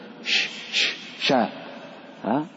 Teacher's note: وسيأتينا صفة خاصة له اسمها التفشي، يتفشى في الفم